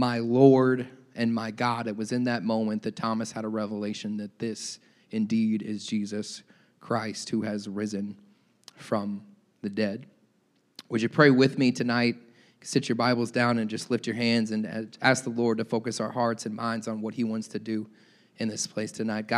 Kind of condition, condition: setting, large echoing room